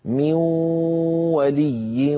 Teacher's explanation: لابد من صوتين واو من الفم غنة من الخيشوم معا، يبدأان معا وينتهيان معا، هذا من حيث الأزمنة ليس أحدهما أقوى من الآخر، هذا من حيث المقادير.